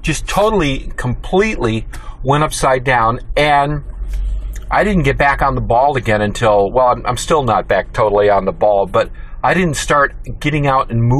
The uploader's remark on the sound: recorded live in my car while I was working